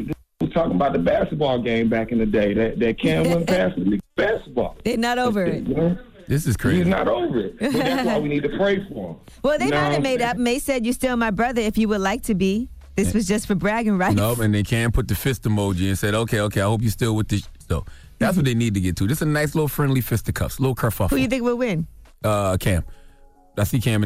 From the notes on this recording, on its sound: we opened up the phone lines